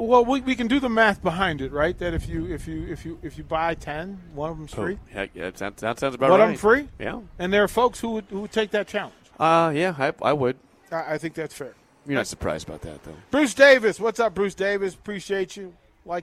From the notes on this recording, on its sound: Live from Barry's - September 30th, 4:45pm